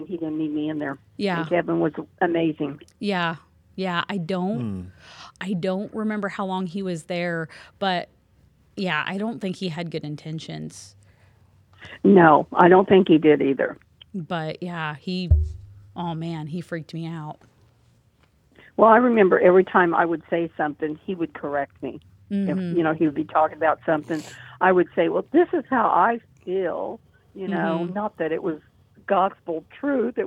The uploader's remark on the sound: special call in guest